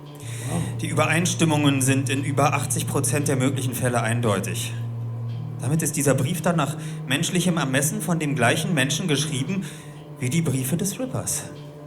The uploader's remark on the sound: Live in Berlin